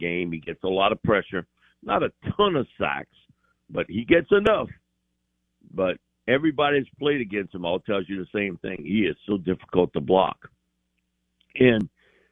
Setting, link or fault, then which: link, phone line